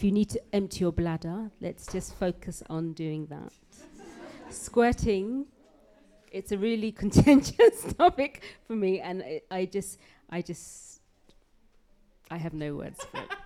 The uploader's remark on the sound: at a LIVE podcast recording with a few lovely spreaders